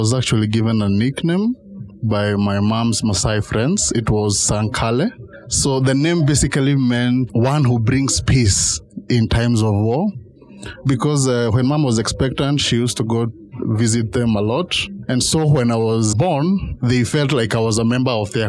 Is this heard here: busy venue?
yes